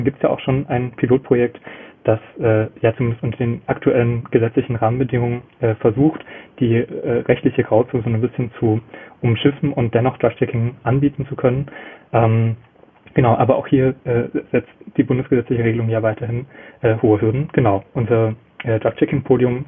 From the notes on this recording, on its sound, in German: Aus dem Urlaub. Reden am Telefon.